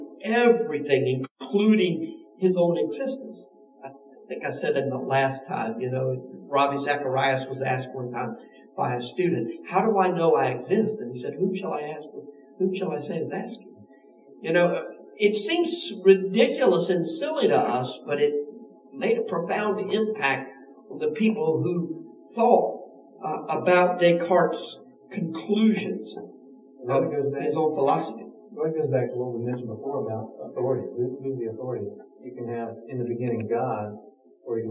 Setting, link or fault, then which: fault, poor sound quality